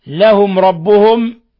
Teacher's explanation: ميم ساكنة جاء بعدها الراء إظهار شفوي